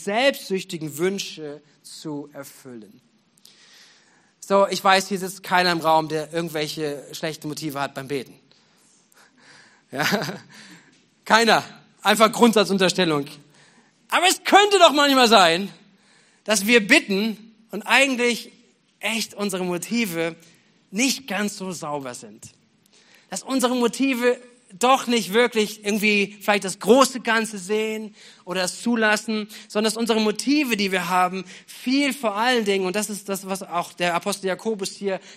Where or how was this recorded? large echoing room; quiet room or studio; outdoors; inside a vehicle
large echoing room